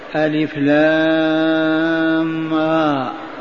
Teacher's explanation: معاشر المستمعين والمستمعات من المؤمنين والمؤمنات، قول ربنا جل ذكره ألف لام را، هذه هي فواتح الصور، وهي الحروف المقطعة، تكتب ألف لام را وتقرأ ألف لام را، وراء ليس بممدود